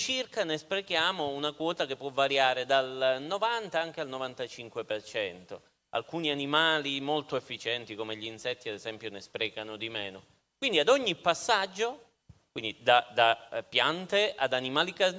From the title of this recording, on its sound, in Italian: Episodio LIVE Eco&Brain, Milano 2023